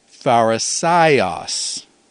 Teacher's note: So, for example, it's pharisaios, where the accent is on the penult · Term: circumflex